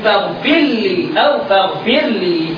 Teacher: سيدنا ابو عمرو يدغم الراء المجزومه في اللام بخلف عن الدور · Term: الادغام